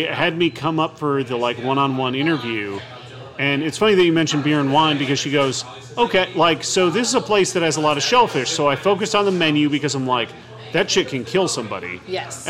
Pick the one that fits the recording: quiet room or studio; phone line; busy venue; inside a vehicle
busy venue